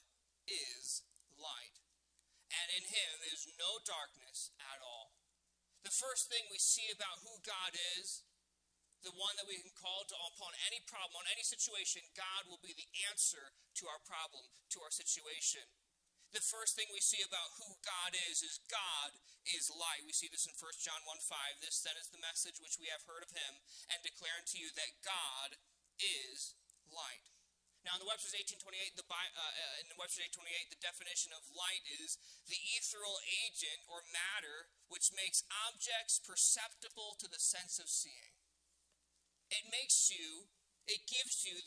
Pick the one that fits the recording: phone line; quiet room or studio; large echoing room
large echoing room